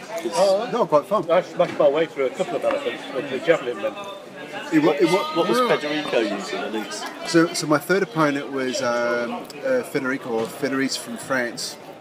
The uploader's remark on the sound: recorded in the town square of Estella on a sunny Sunday afternoon